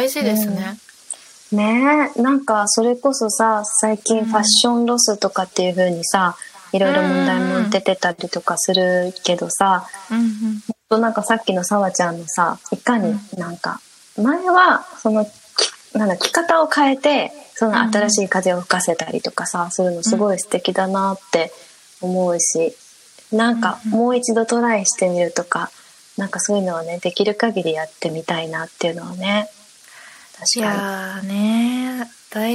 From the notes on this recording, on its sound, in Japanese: リアルに深夜11:30にリモート会議で収録。